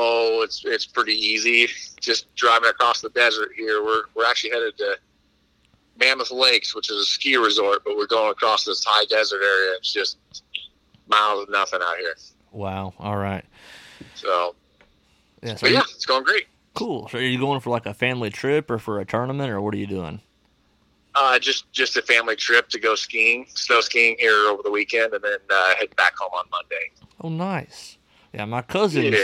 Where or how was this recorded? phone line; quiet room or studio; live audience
phone line